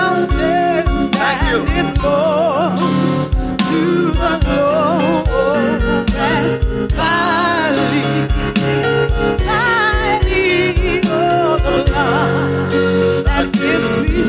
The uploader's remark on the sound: Preached at the First Love Center, Accra.